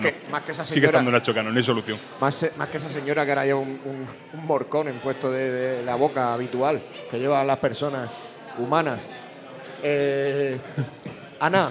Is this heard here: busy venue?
yes